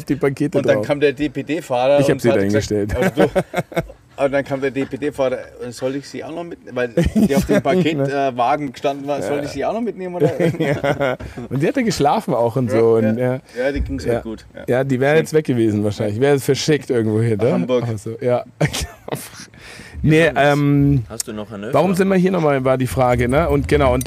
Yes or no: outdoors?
yes